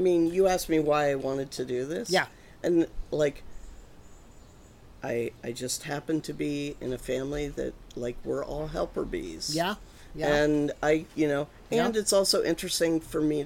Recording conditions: sounds in the background